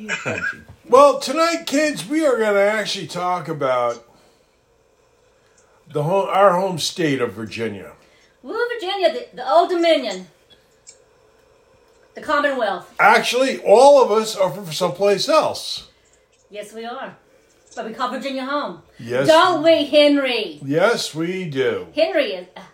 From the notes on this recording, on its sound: There's some background noise to deal with but hopefully not too much.